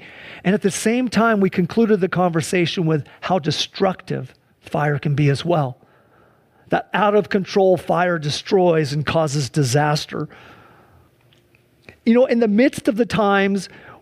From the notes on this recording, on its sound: This service was held shortly after a wildfire ravaged the area of Medical Lake, destroying over 10,000 acres and over 200 structures. Due to an evacuation order, most people were unable to attend in person, including most members of the worship and media teams. Sunday church service livestream.